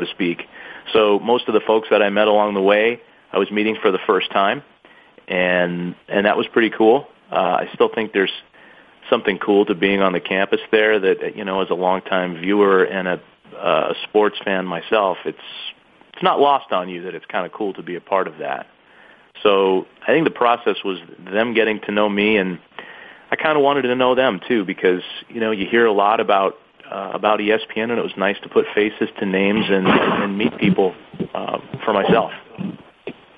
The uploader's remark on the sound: Sunday Night Baseball Conference Call